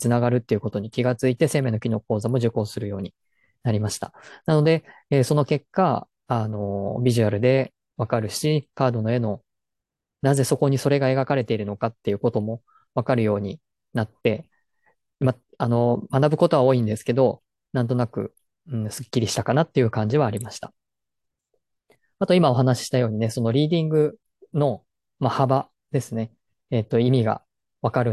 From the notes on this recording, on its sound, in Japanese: 説明会の内容を音声のみアップしました。本来はZOOMで行ったものなので画像があります。